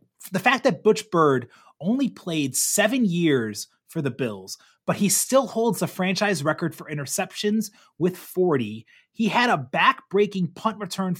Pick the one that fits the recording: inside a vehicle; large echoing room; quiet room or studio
quiet room or studio